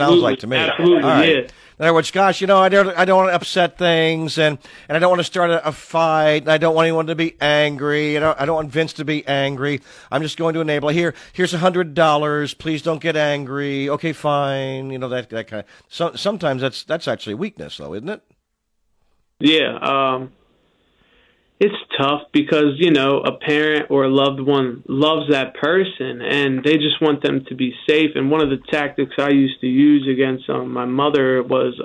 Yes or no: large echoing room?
no